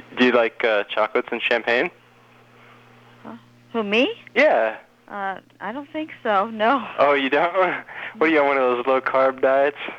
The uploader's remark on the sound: Prank Phone Calls.